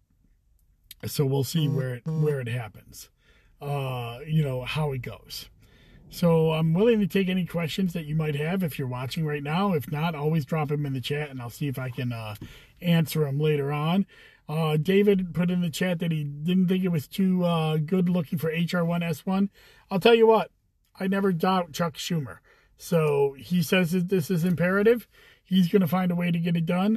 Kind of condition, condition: setting, inside a vehicle